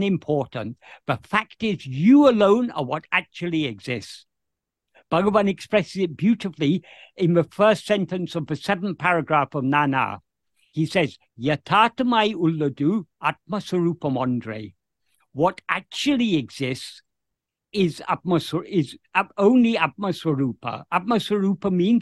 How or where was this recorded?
video call